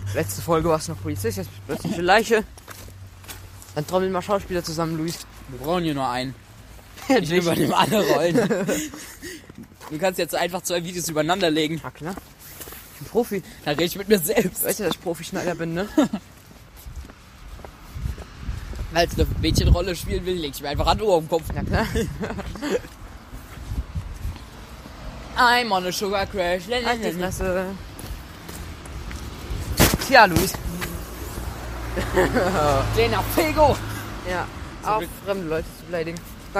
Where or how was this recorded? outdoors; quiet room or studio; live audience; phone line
outdoors